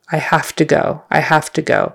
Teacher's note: sometimes when we're using the phrase have to, we turn that V into an F. · Because the T is unvoiced, it makes the F unvoiced.